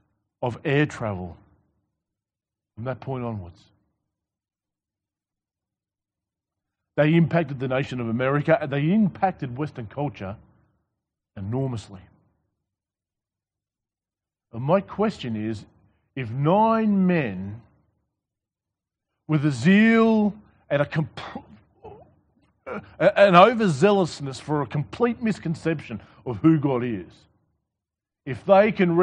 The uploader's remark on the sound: This sermon was preached to the Rock Christian Church